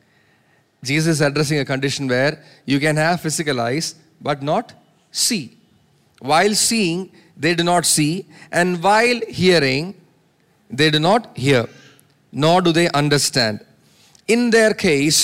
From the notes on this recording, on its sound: preached at Sunday Service on 3 September 2023 at Revelation Church